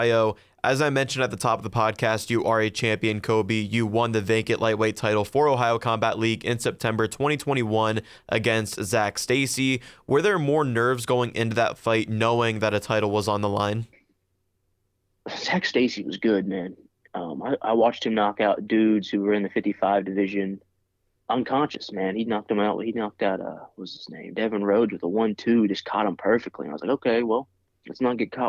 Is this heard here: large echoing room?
no